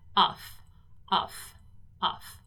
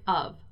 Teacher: Our preposition here, though, doesn't have this strong F sound. It's more similar to a V · Shown in: second take